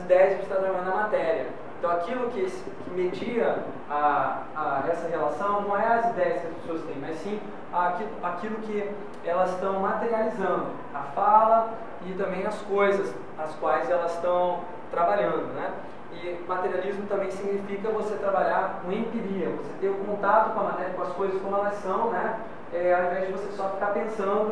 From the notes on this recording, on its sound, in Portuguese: Este podcast foi gravado durante a apresenta��o do artigo sobre o assunto no Congresso de Design da Informa��o. Este podcast foi gravado durante a apresenta��o do artigo sobre o assunto no Congresso de Design da Informa��o que aconteceu aqui em Curitiba semana passada.